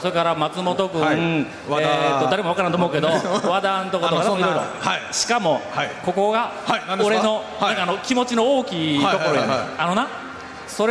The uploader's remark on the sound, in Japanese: 初公開録音！ in サンポート高松。